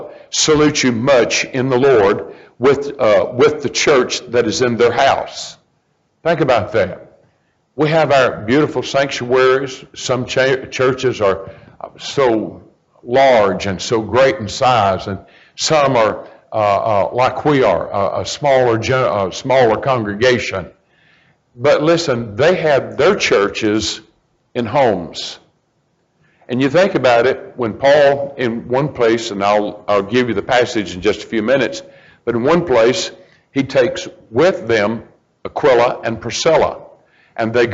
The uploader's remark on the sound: A message preached at Crossroads Baptist Church on Sunday night